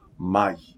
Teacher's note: Mai is two very fast rolled together syllables.